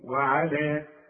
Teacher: اذا وقفت على وعلى هديها حركتين فقط، اقول وعلى بس.